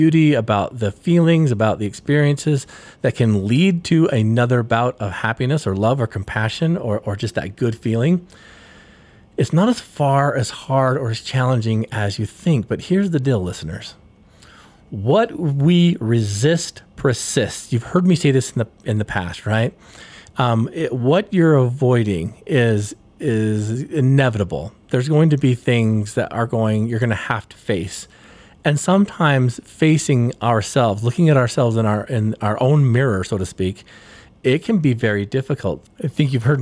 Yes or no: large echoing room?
no